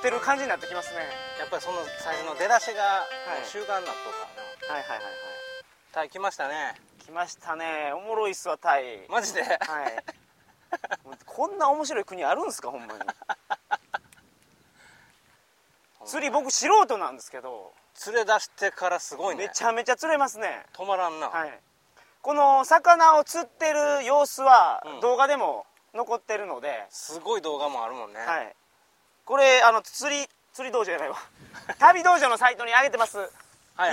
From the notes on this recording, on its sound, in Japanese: タイで幻の魚バラマンディ釣りに行ってきました。今週は釣りをしながら収録をしております。